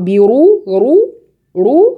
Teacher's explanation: برؤوسكم كلها مرققة إلا الراء